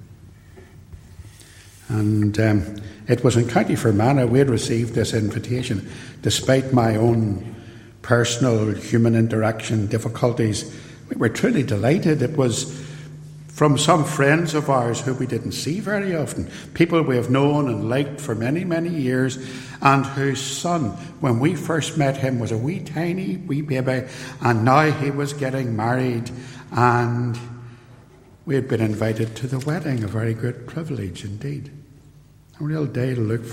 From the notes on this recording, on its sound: This podcast is a LECTURE, given at Templepatrick Reformed Church in January 2022, and reproduced here with the permission of the church.